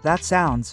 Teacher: The t at the end is almost never said